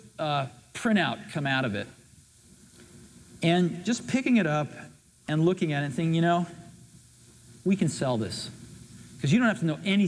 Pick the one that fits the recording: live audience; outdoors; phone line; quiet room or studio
live audience